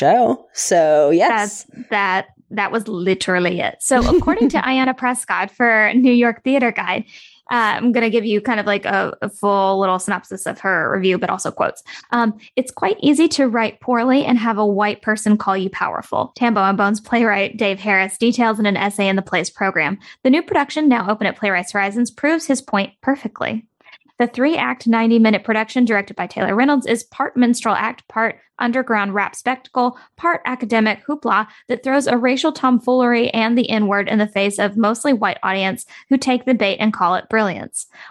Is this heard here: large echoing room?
no